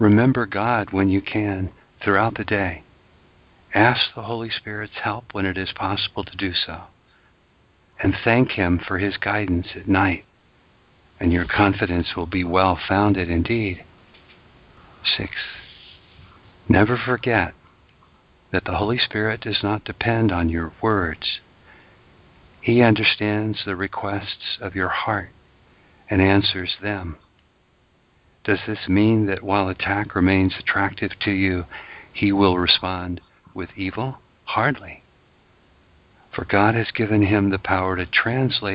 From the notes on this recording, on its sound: ACIM Daily Conference Call.